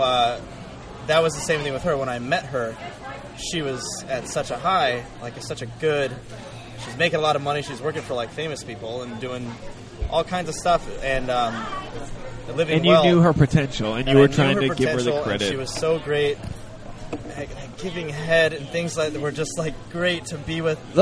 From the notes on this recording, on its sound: We recorded it at a bar in Los Angeles